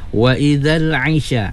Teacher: 'ai kena jelas bunyinya 'ai, 'ai jangan i jadi hamzah ya